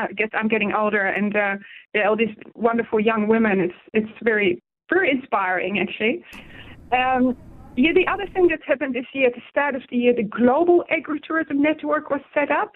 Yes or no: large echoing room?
no